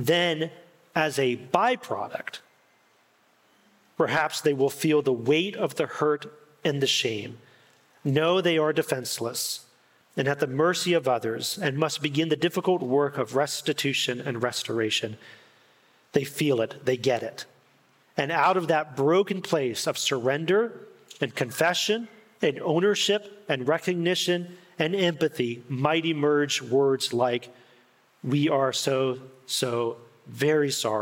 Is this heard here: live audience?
yes